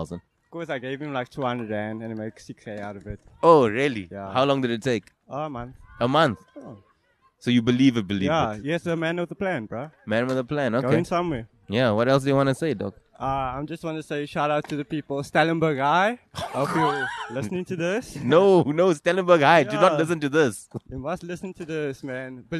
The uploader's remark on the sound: LKS Outside: The Skate Park